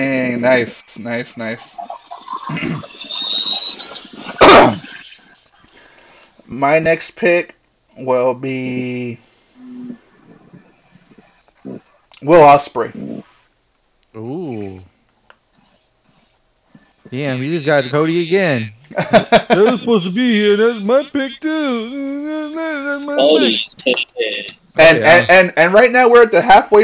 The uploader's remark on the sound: Sorry for audio issues.